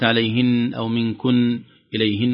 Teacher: الأول أنت وقفت بالأول والصحيح الثاني، لأن هذه نون مشددة يقف عليها بغنة كاملة